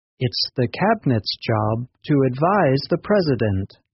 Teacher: the verb advise is written with the letter S, which is pronounced like z. If you hold your hand to your throat, you will find that it vibrates, moving from side to side when you say the z sound.